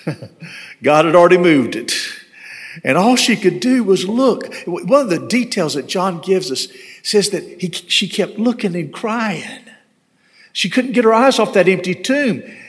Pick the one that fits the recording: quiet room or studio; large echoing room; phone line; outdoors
large echoing room